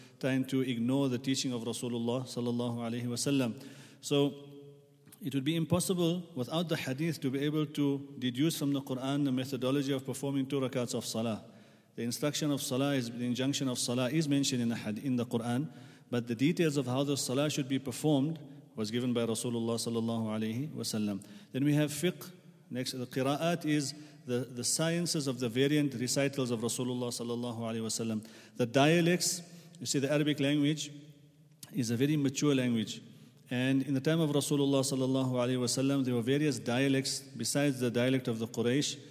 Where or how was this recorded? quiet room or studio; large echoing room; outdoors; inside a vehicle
large echoing room